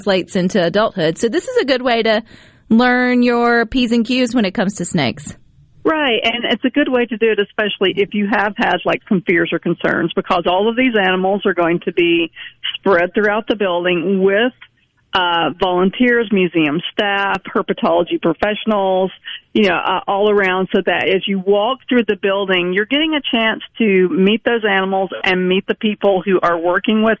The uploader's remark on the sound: joins the conversation by phone